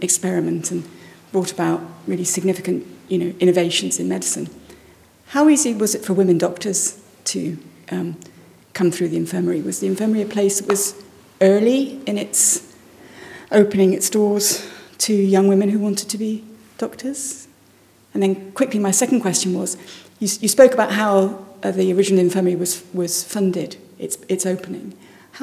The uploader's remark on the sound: In our first ever live podcast recording. This conversation was recorded in front of a live audience in the museum at Glasgow Royal Infirmary.